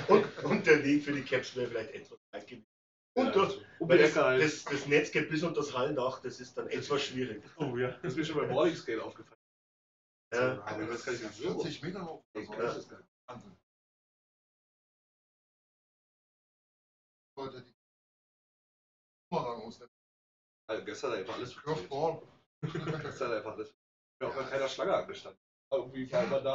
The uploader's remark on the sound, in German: Bericht aus Edmonton. Sorry für die Tonprobleme. Entschuldigt die Tonqualität und Tonausfälle.